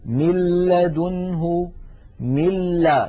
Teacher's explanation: لاحظوا مل من الميم إلى اللام مباشرة، وننطق لاما مشددة ولم يبق من الغنة شيء · Term: إدغام